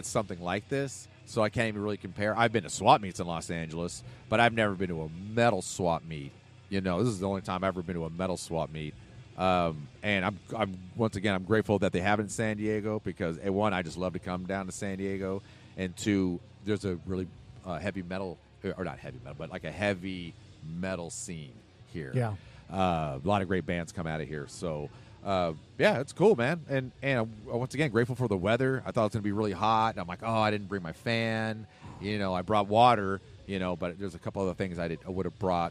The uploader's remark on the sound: Live at SD Metal Swap Meet